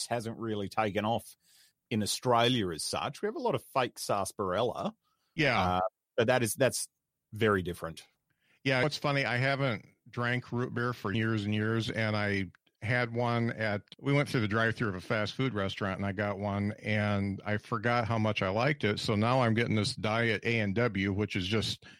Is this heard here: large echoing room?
no